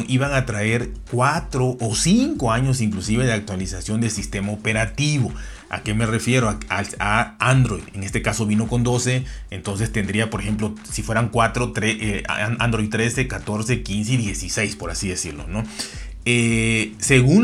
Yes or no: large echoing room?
no